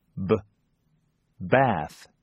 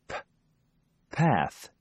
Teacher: Or cover your ears with your hands and notice that the voiced sounds are very loud, whereas the voiceless sounds are almost inaudible